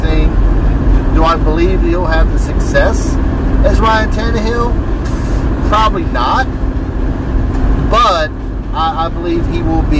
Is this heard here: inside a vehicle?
yes